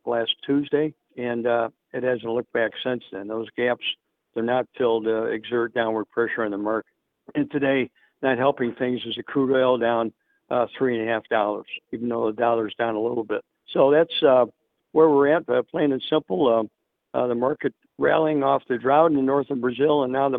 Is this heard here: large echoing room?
no